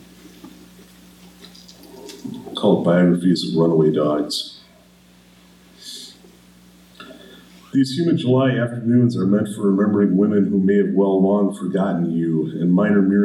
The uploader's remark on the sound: This presentation was recorded December 6th, 2018 at the McMillan Memorial Library.